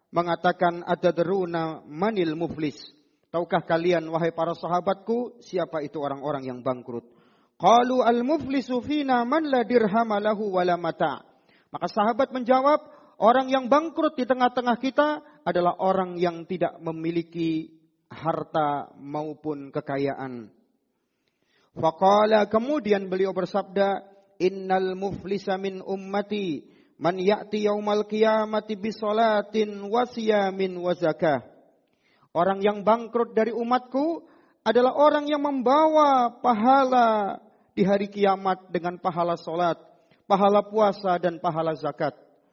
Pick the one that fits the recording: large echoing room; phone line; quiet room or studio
large echoing room